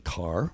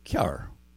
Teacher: the people in the Mournes do not believe that the English language has enough diphthongs. So they add them every time there's a vowel. · Shown in: second take